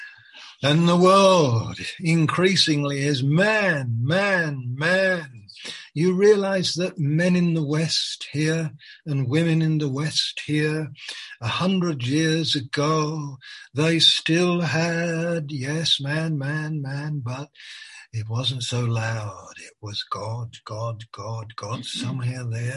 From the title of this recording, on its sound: Malaysia Meets (Zoom)